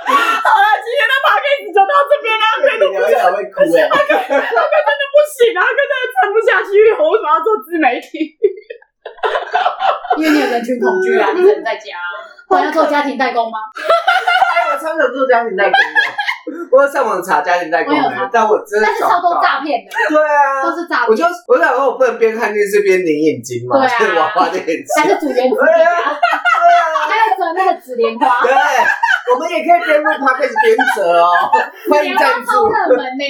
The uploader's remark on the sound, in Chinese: 本集音質不好